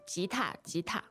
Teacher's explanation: The tones there are... Second and first, but you can also do second and neutral.